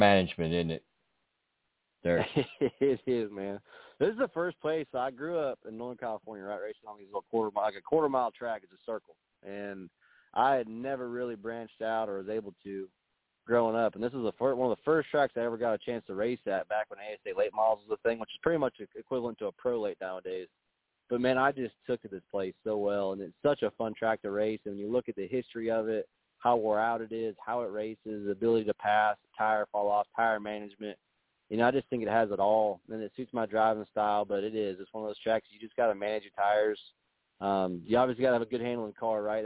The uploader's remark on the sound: the next guest to call